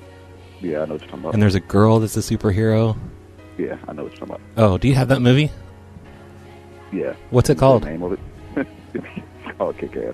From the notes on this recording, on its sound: …'s Personal Prank Phone Calls Collection.